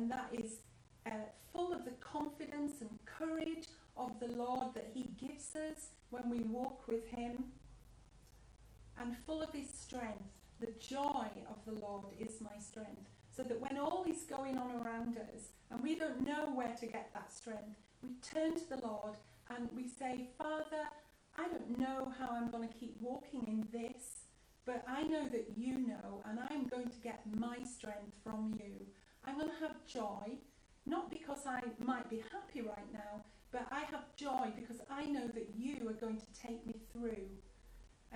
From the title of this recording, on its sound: house church live feed